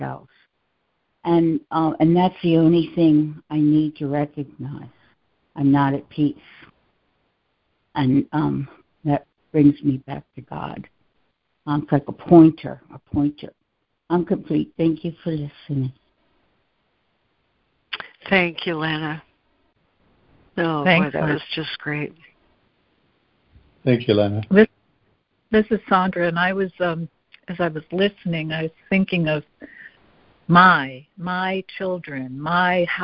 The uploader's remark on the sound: ACIM Daily Conference Call